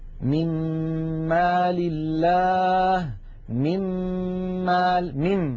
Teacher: لاحظوا أننا ننتقل من الميم الأولى إلى الميم الثانية مشددة